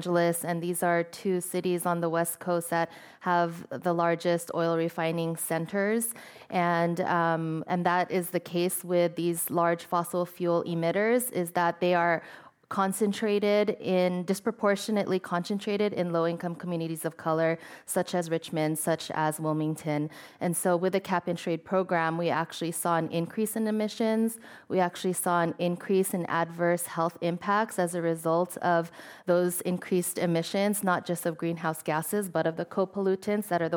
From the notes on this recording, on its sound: This program was recorded in front of a live audience at The Commonwealth Club of California in San Francisco on January 14th, 2020